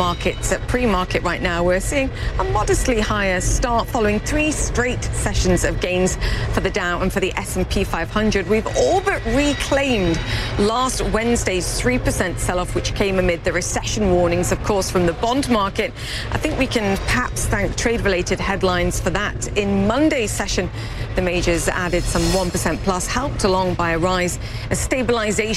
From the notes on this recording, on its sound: live from the New York Stock Exchange